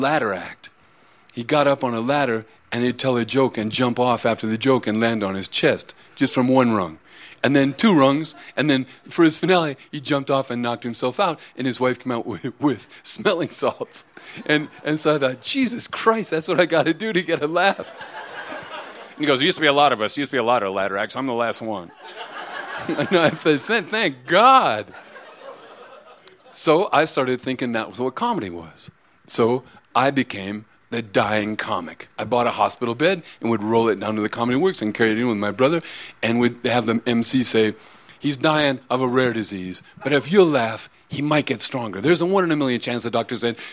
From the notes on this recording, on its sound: These stories were recorded at The Deer Pile on March 20, 2014.